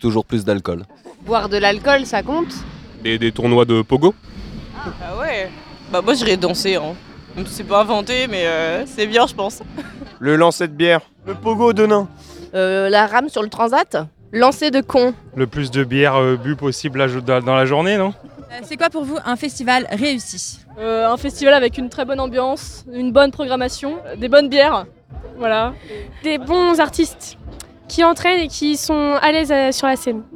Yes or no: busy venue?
yes